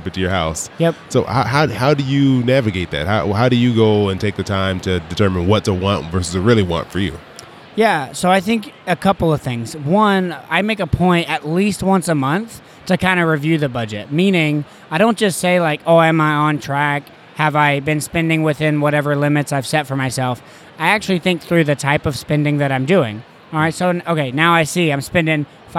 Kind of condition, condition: setting, busy venue